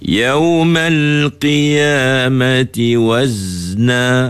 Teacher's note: Yang kedua huruf zai di hujung sana, kalimah akhir sekali itu, jangan qalqalahkan dia.